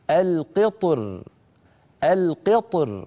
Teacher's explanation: وفي الوجه الثاني يفخم الطاء ويرقق الراء أيضا من غير تكلف هكذا القطر القطر، فيفخم الطاء ويرقق الراء عند الوقف.